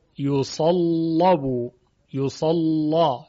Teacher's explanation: این لام غلیظ ادا میشه